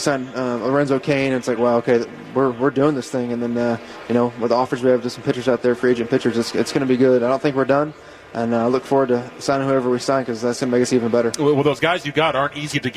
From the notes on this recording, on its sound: live from Brewers On Deck